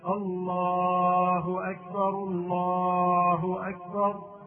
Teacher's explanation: شوف الله مد طبيعي، هو زاد عليه أربع أو خمس أو ست حركات، وهذه الزيادة لا تجوز، بل ينبغي أن ينطق لفظ الجلالة مدا طبيعيا، ويمكن أن يزيده في المد شيئا كما يقول بعض العلماء مد تعظيم، لا يزيد هذه الزيادة العظيمة، وإنما يقول الله أكبر الله أكبر وهكذا.